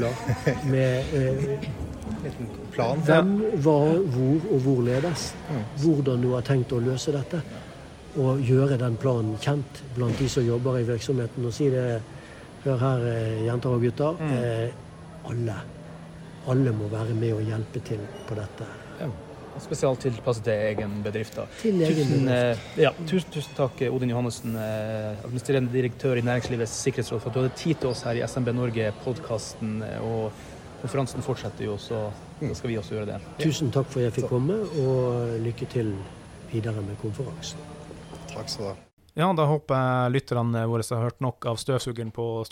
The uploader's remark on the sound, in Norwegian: Vi beklager for lydbildet fra en veldig livlig stortingskantine, med en tidvis overivrig støvsuger i tillegg. Som inviterte oss inn på Stortinget for første dag av konferansen.